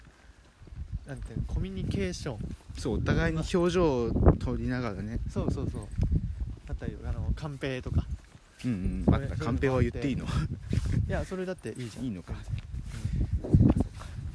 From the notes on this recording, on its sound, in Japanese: 運動公園からお届け！Anchor←このアプリで収録してます。